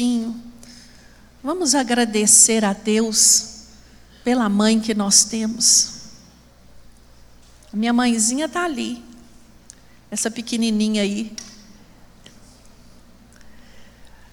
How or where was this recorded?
large echoing room